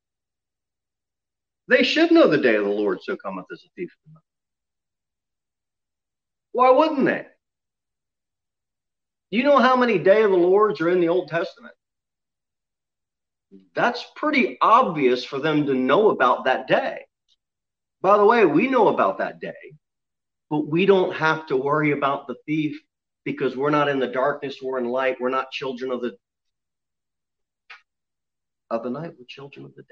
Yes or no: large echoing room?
yes